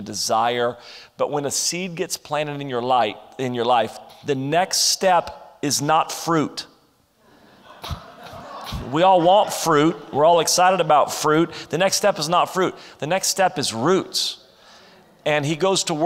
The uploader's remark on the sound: This is session 1 from our Ignite Conference.